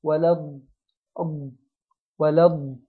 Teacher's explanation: وحرف الضاد لازم يمشي معانا شوية كده، ده اسمه استطالة، لازم يمشي معانا شوية عشان الحرف يجي مظبوط.